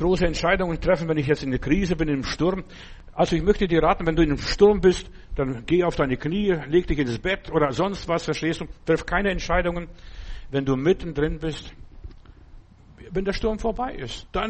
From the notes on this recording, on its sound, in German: im Gemeinde-Zentrum in Berlin aufgenommen